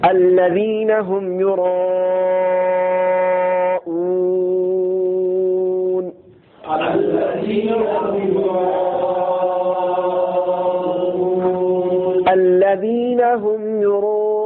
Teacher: الذین لام کے اوپر تشدید ہے اس لیے پہلے والے حرف کے ساتھ حمزہ کے ساتھ ملا لیا اور ایک سختی سی آ گئی